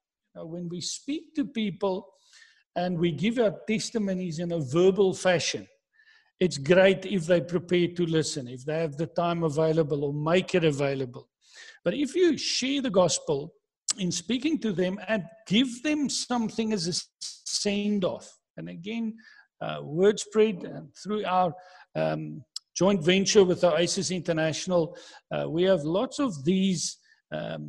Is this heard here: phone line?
no